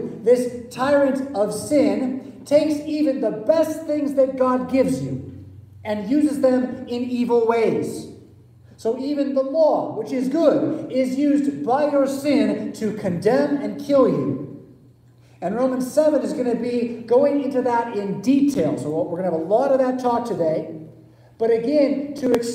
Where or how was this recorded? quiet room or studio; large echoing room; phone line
large echoing room